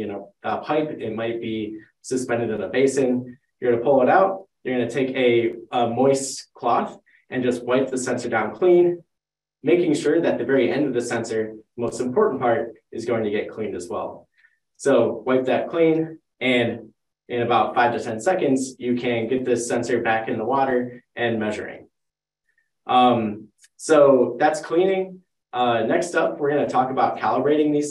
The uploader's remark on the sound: This live educational webinar will be 50 minutes with 10 minutes for Q&A.